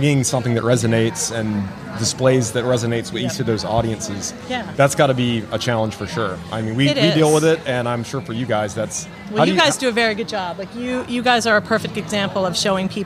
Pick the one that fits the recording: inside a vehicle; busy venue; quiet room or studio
busy venue